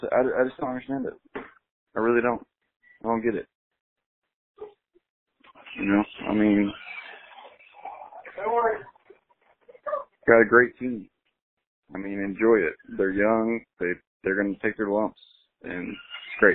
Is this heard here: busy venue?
no